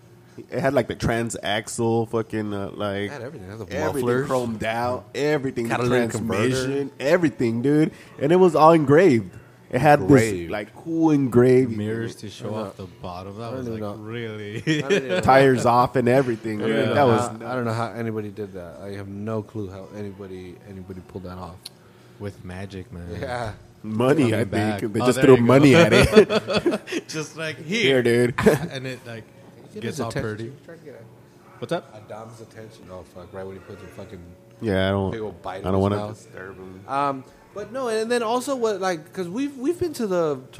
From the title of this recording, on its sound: at the Street Low Magazine Car Show